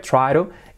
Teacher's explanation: Fijaos, la T como una R suave.